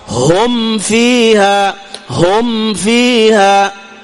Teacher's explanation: أكثر ما يخطئون أنهم يخفون الميم الساكنة عند الفاء